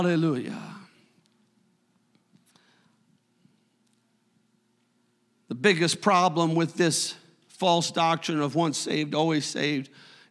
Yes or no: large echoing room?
yes